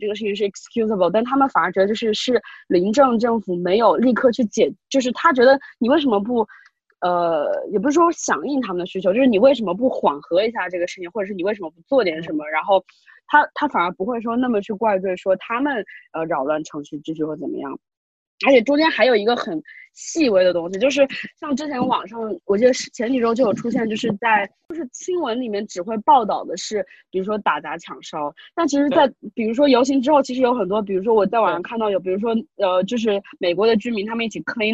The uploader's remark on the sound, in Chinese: 兵分三地 Zoom 会议